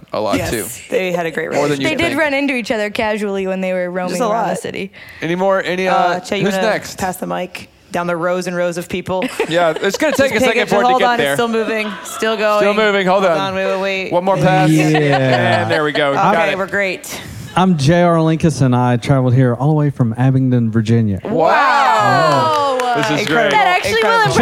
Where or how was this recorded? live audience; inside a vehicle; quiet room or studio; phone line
live audience